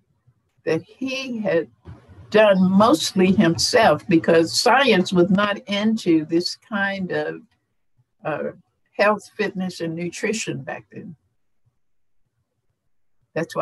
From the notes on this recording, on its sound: FIRST time doing a Zoom interview!